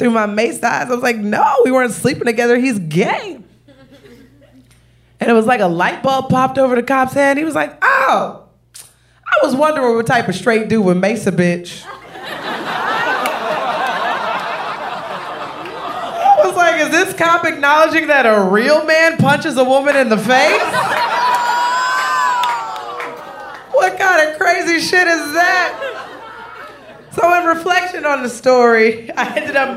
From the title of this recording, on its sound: Live At Caveat!